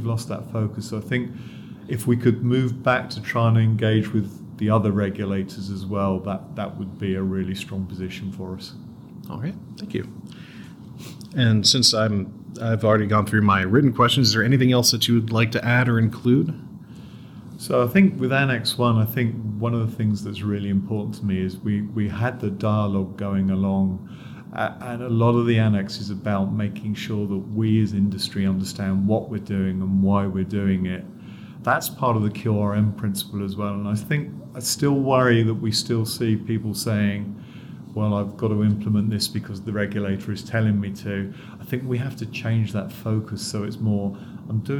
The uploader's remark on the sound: This interview took place at the 2023 PDA/FDA Joint Regulatory Conference with over 800 attendees.